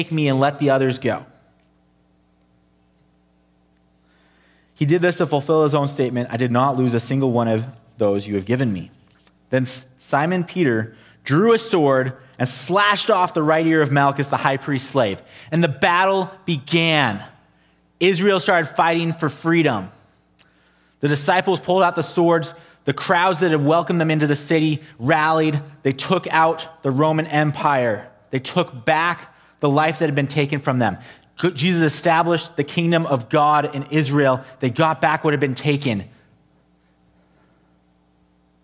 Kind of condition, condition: setting, large echoing room